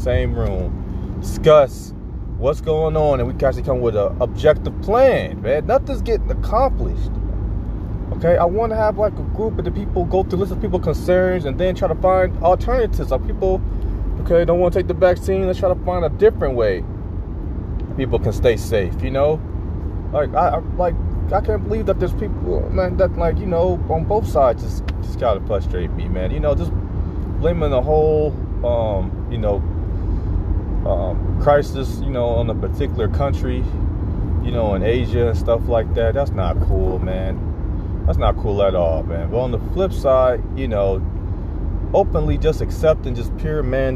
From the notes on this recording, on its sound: I am in the car.